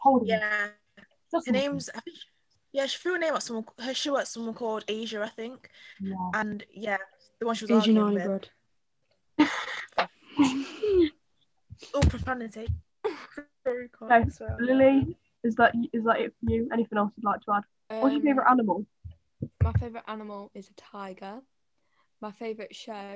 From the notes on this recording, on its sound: ignore the quality of the audio, we are still new still this and don't have the best mics